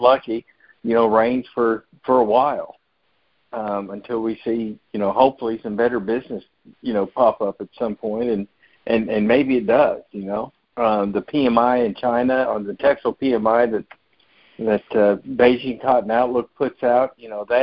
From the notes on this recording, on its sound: January 2024 Monthly Cotton Conference Call.